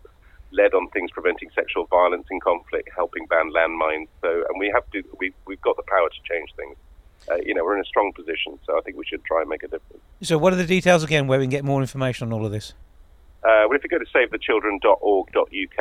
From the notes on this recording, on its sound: joining us on the phone for a chat